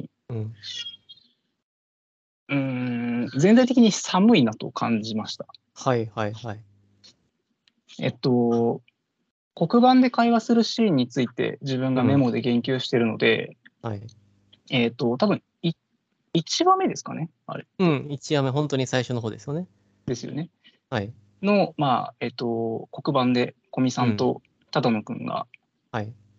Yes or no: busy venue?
no